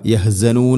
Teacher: യഹ് ഹ തൊണ്ടയുടെ മധ്യഭാഗം.